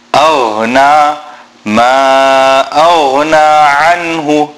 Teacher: It is unlike the خ and unlike the letter G in the English alphabet. غين is pronounced from the top of the throat.